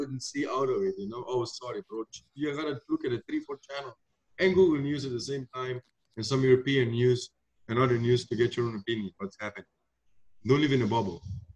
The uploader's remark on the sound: Zoom Happy Hour Friday Special